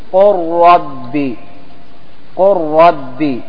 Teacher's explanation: اللام والراء، اللام والراء، تقول قل ربي قل ربي، تنطق بالراء، تضغم اللام في الراء إضغام كامل